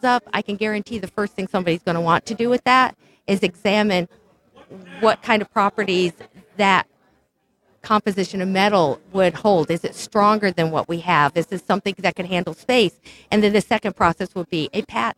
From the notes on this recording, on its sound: Recorded live at the Paradigm Symposium 2014 Minneapolis Minnesota, Oct 2-5 at The Women’s Club.